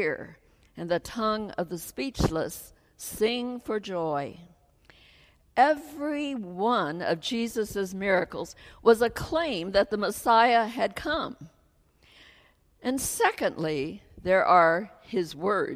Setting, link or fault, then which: setting, large echoing room